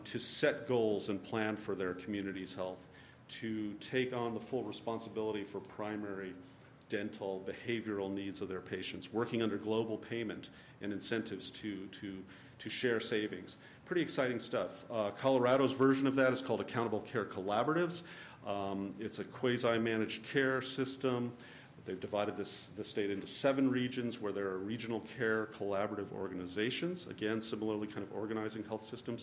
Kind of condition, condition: setting, large echoing room